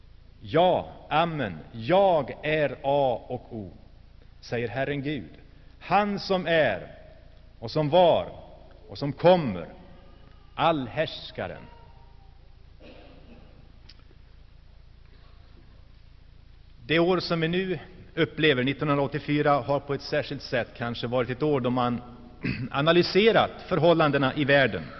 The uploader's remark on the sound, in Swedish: Inspelad i Saronkyrkan, Gšteborg.